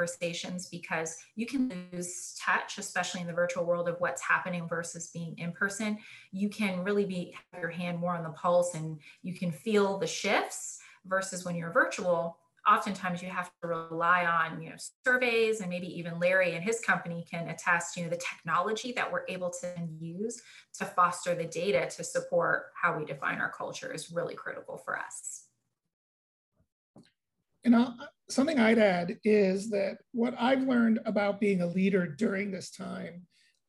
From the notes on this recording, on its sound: a virtual gathering with expert panelists